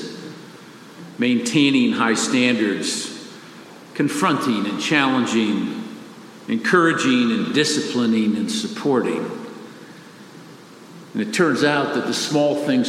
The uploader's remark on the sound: Father's Day message delivered during the Traditional Worship service.